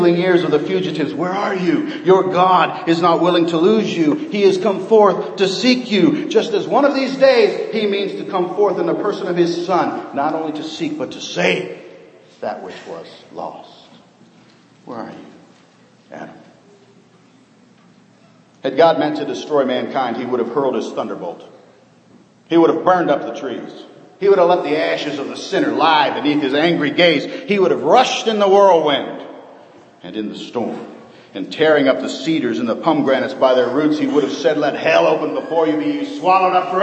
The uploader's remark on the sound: Sermon preached on Old Fashioned Sunday, 2012.